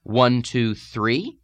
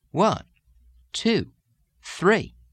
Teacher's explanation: the internal pitch jogs, or vowel lilt, of the Southern American dialect · Shown in: second take